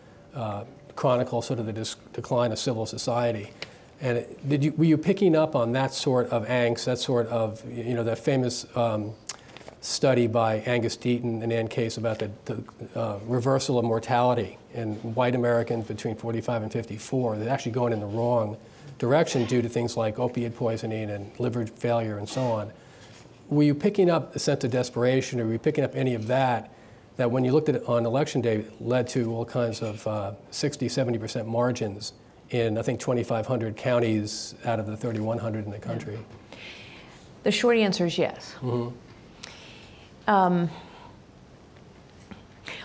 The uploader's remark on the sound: In this special live taping of Uncommon Knowledge, at the National Review Institute’s Idea Summit